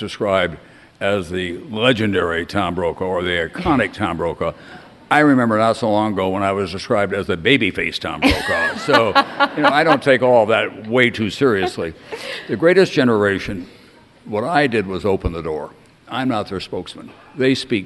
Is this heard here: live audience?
yes